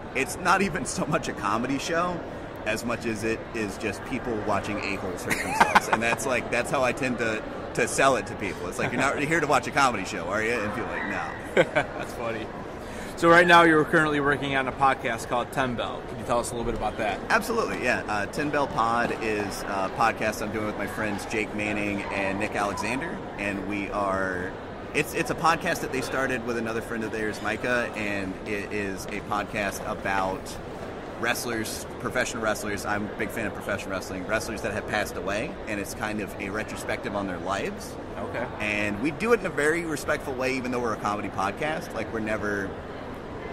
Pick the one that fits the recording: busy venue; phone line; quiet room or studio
busy venue